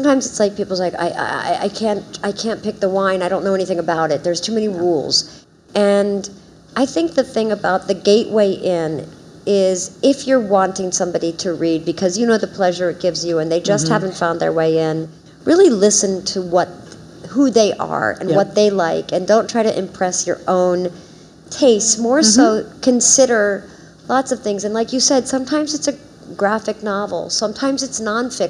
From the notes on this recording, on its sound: join us live at Barnes & Noble Union Square